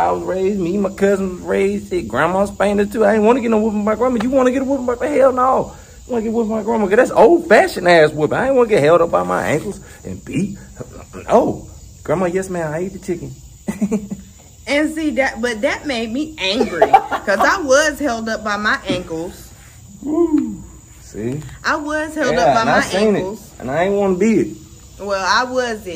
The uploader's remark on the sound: Raw and organic. Recorded outside in nature. No fancy studio or stuffy convo over here.